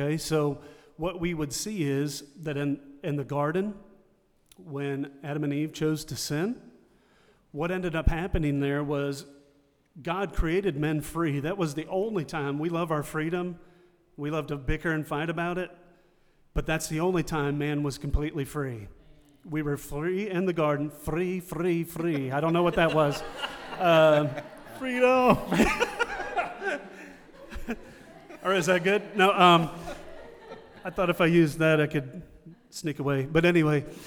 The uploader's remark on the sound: in front of a live audience